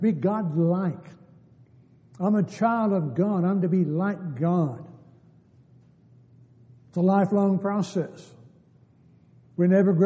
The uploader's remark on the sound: Downtown Church Of Christ Audio Sermon.